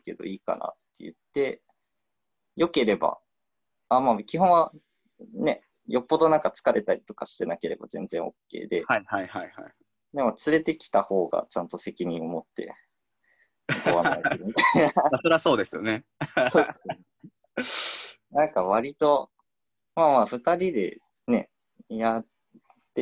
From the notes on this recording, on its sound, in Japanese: ラジオ放送は生放送で収録します。Zoomというツールを使って生放送！